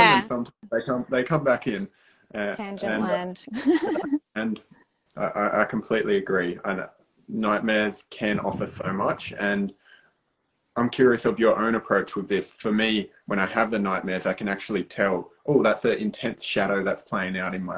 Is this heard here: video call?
yes